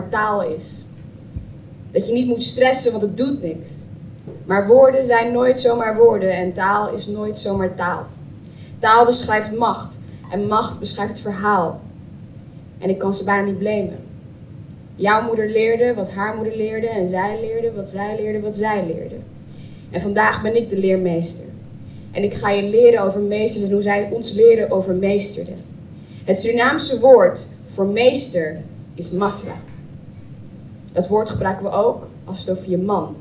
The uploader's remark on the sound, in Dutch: Live vanuit de Melkweg. In deze bonus aflevering nemen we je mee naar de Melkweg in Amsterdam, waar we op internationale vrouwendag live een aflevering opnamen.